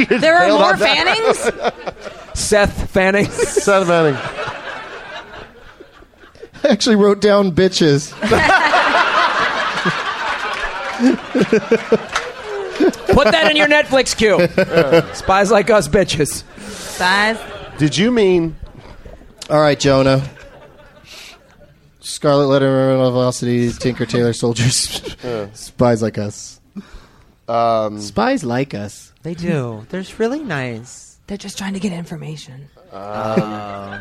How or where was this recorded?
live audience